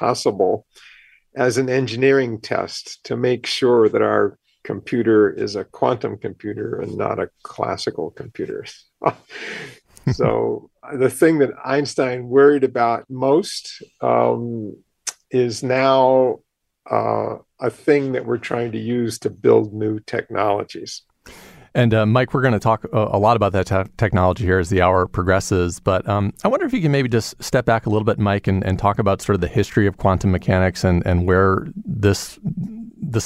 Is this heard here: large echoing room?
no